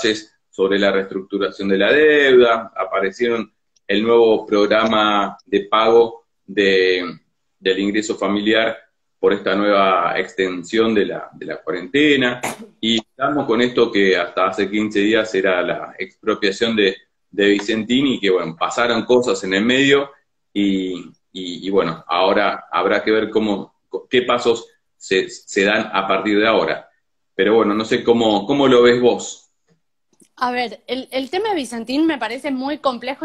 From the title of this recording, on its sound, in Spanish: Entrevistas de cuarentena por Instagram Live